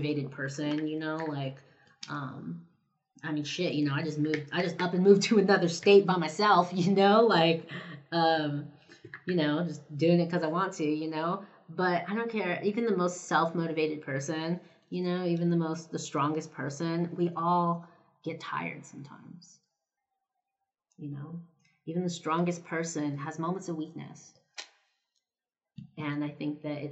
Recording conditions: poor microphone